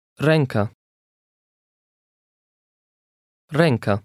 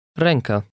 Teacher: The tail under the E adds something like a nasal sound to the middle of the word.